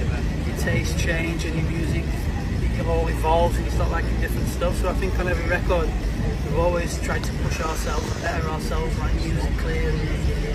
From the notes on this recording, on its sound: At EpiCenter 2019. Might have the turn up. Outside on a windy day with bands playing.